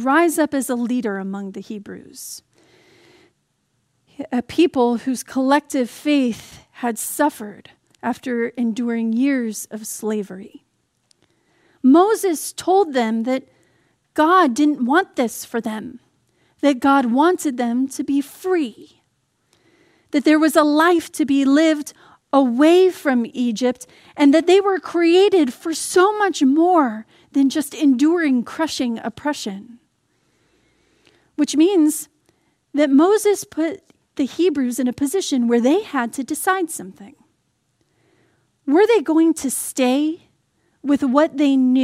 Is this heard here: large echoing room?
yes